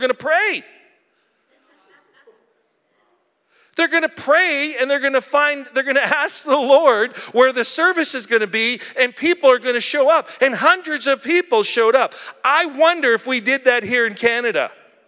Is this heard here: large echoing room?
yes